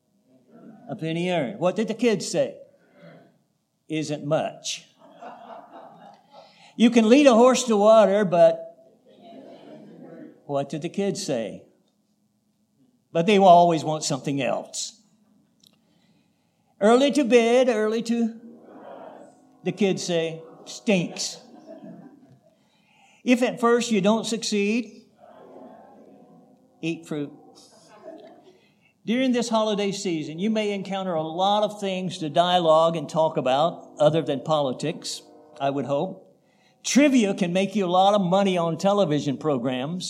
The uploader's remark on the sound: recorded November 19, 2022, at the Ringgold Seventh-day Adventist Church